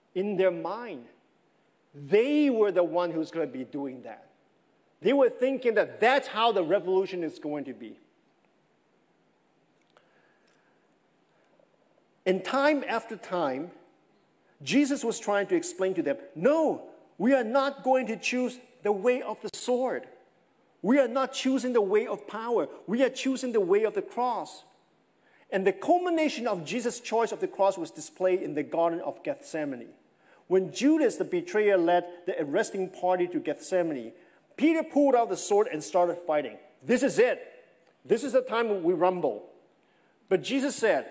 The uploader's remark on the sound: This sermon was preached over the summer of 2021 at Oak Hills Church in Folsom, California.